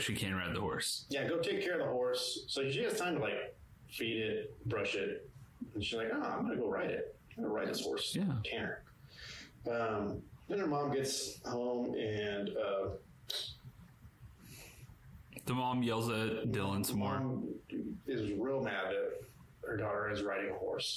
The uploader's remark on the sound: One of our mics broke... This audio sounds questionable at best.